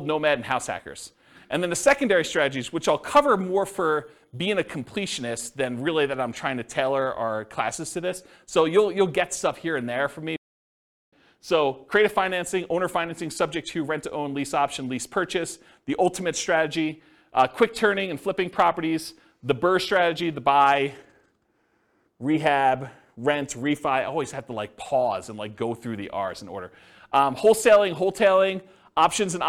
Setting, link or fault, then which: setting, live audience